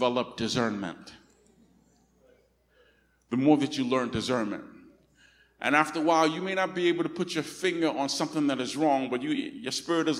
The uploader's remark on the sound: Recorded on 2016-08-28 at the 10:00am Service.